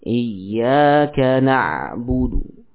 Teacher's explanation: Kata yang bersifat qalqalah ya. Tetap kita baca ya harokatnya sehingga tidak nampak qalqalahnya.